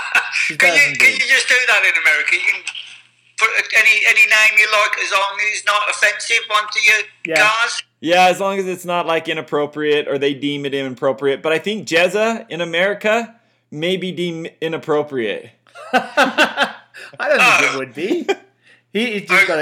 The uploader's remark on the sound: Apologies for the sound quality we tried to be all fancy, but in the end just had him on speakerphone.